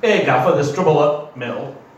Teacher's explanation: there's no T there at all. It's just like a tiny moment of auto-asphyxiation · Term: glottal stop